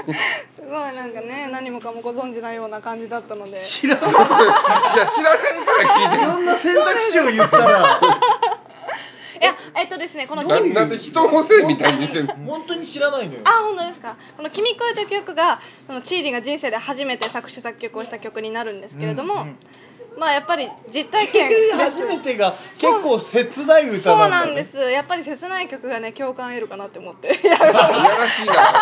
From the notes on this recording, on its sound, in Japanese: 鑑賞会での収録第2弾